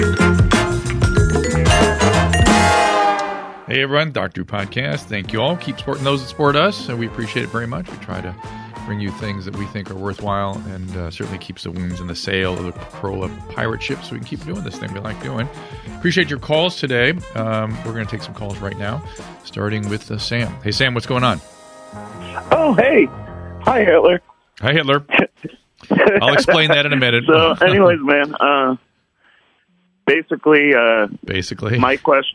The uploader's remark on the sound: Listener Calls. Listener phone calls.